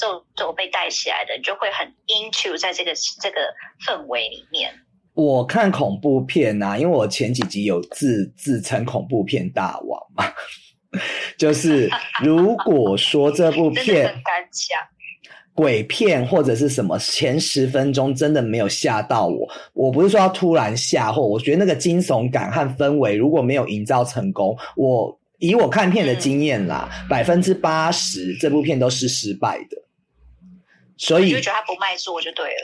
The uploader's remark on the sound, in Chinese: 遠段錄音 ,音質請見諒